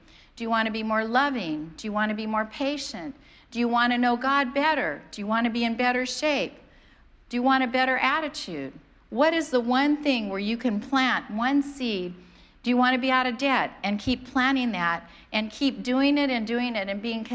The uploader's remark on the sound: preached on January 2nd at the 11:30AM service